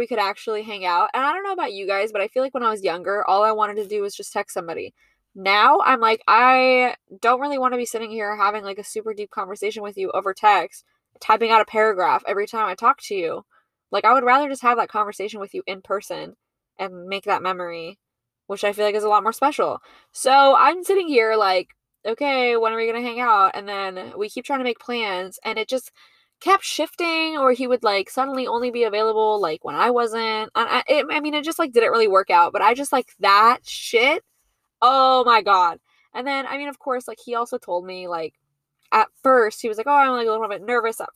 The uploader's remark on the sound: I recorded this episode while sitting in my car and watching the rain.